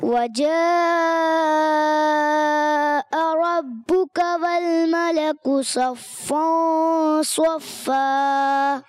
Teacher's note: کوشش کریں مد کو اور کھینچنا ہے کیونکہ یہ مد متصل ہے اس کو ہم نے کھینچ کر مد کو کھینچیں گے اور اس کے بعد حمزہ نہیں کھینچے گی.